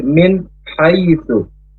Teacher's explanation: huruf ha dari tenggorokan tengah harus tipis, bersih ya. Tidak seperti ha.